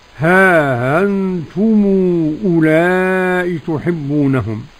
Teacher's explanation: والإمام أبو جعفر يقرأ بالتسهيل مع القصر